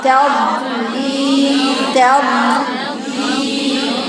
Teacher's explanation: فين الاستطالة؟ فين الرخاوة؟ تضليل، طويلة، لها زمن، تضليل، أطول، تضليل، تضليل.